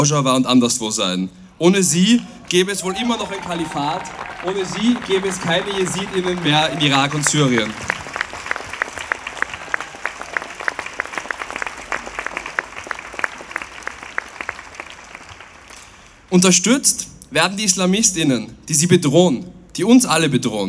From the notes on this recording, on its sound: O-Ton Gedenkkundgebung für die Opfer des Anschlags in Wien.